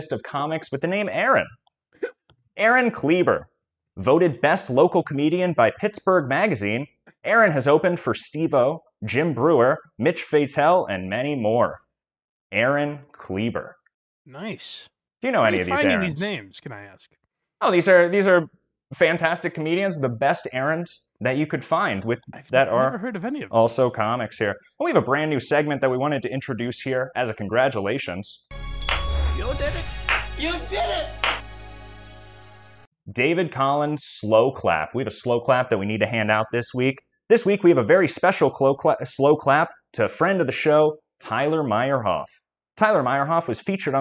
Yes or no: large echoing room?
no